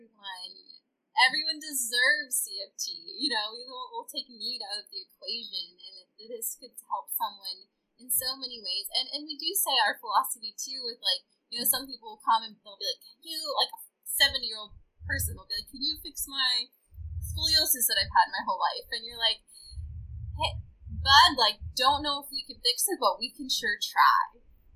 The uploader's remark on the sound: this episode was recorded via Zoom, so the sound quality may be interrupted periodically